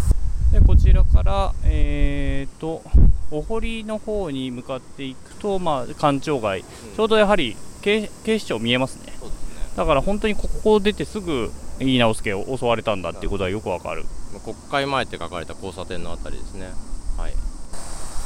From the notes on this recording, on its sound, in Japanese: 夏休みお出かけ企画の第２弾は憲政記念館を出発して国会周辺を散策。音声に風の音が入っていて御聴き苦しいかもしれませんがご了承ください。